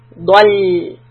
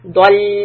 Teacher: ضَلَّ. Okay, so when I say do, I raise the back. And also, the shape of the lips for do is a little bit open.